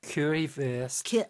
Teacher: the W there is pronounced as a V. Yeah. So it's spelled worst, but it's wurst.